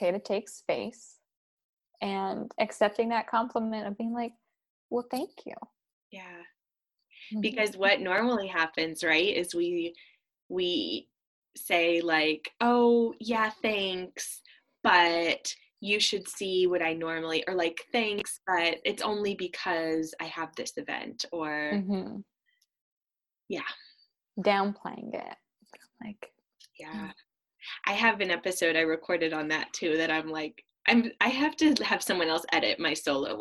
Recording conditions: video call